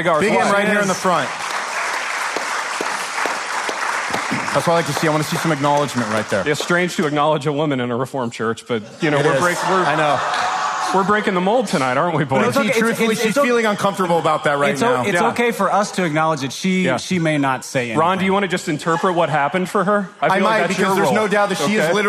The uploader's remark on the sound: LIVE IN LOUISVILLE. Gathered with 80 of their closest friends for sheet cake, coffee, and decadence.